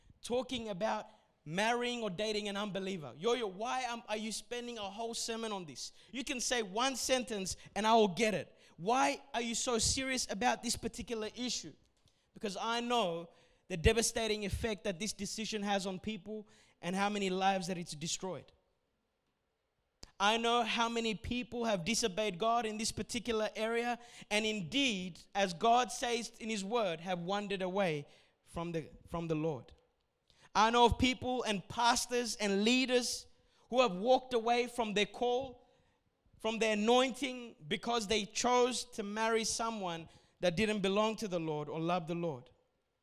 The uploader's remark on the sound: A message recorded at Revive Church Melbourne Australia during the 1:30pm Adults Service